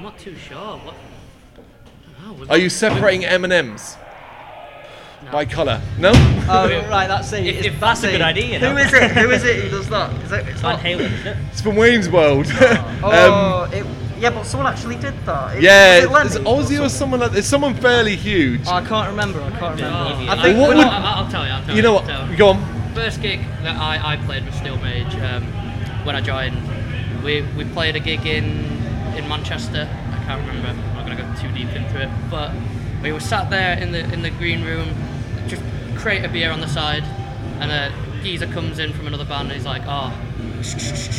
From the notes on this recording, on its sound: Live From AoniaFest V. Live at the festival.